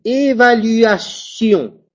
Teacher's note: Même si c'est écrit avec un T, la prononciation est un S.